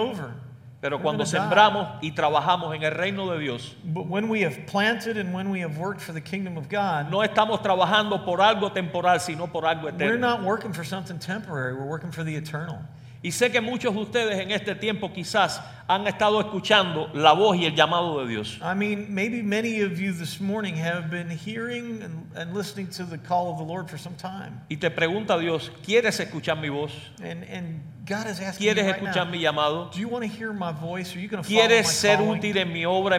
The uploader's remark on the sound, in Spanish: Fue capturado en vivo el 6 de octubre de 2019 en la iglesia 4 Corners en West Chester, OH.